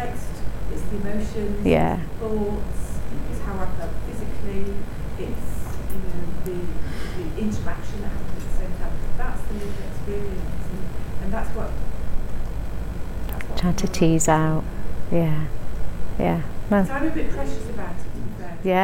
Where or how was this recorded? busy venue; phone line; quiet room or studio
busy venue